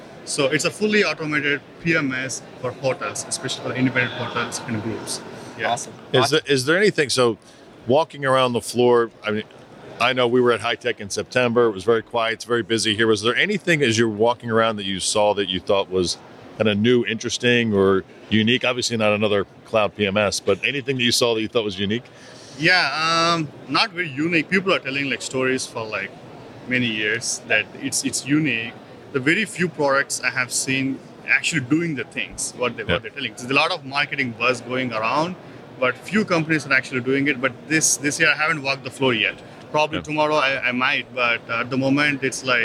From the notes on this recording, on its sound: Took the show on the road to HITEC 2022 in Orlando, FL. Live, in-person interviews from the show floor.